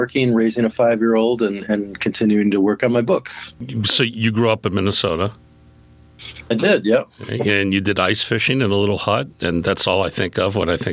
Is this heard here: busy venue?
no